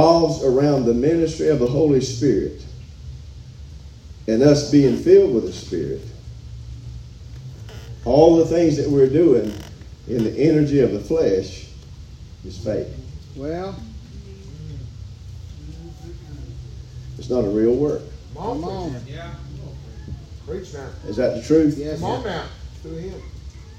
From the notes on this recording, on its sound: live from Still Water Baptist Church